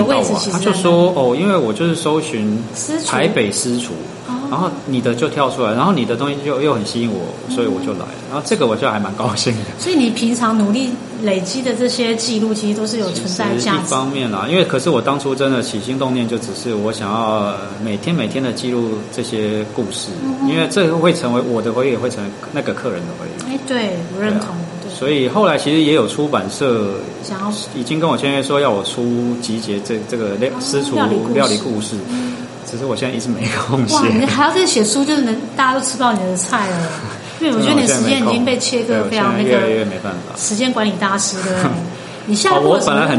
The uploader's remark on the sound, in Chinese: 因為收音環境有點白噪音 請多包涵